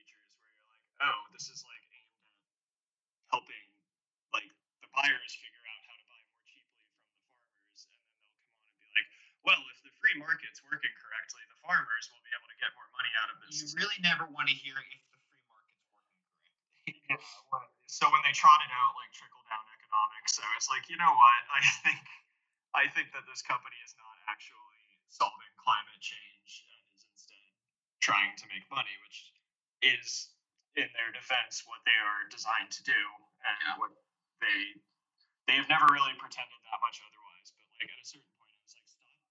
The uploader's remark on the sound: New Computer Ate the Audio Quality